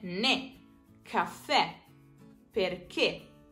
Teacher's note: Avremo quindi parole tronche, come abbiamo già visto, e cioè quelle parole su cui l'accento tonico cade sull'ultima sillaba. E, ripeto, questo è l'unico caso in cui l'accento è anche presente graficamente.